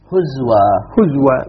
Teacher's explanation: لاحظ وحمزة وقفه بواو. حمزة في حالة الوقف لا يهمز